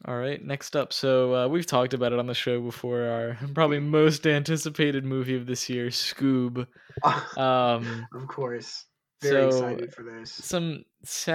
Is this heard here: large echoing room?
no